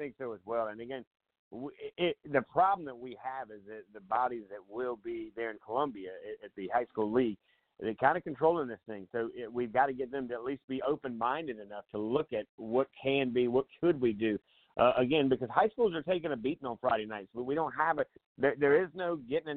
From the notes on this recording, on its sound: A SOLID HOUR OF LIVE CALLS